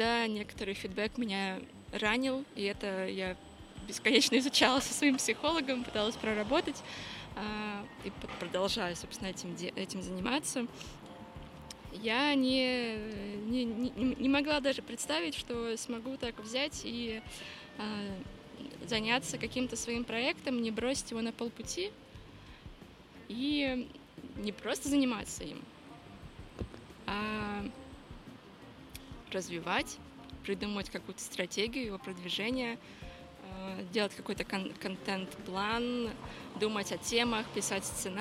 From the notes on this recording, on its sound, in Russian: Это Live-запись, поэтому на фоне вы можете слышать разные посторонние звуки, которые, в свою очередь, придают атмосферы этому эпизоду. Наша передвижная подкаст-студия вошли в чат.